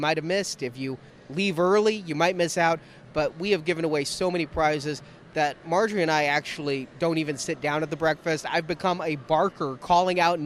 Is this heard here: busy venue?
yes